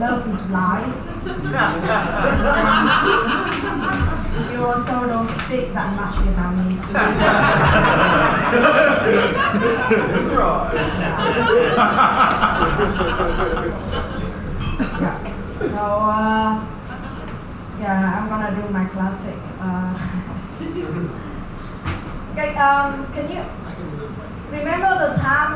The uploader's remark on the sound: Vietnam's raunchiest comedian live at The Tavern, Phu My Hung, D7 - June 2019